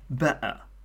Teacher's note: You sort of cut the T off, slice it in half · Term: T-glottalization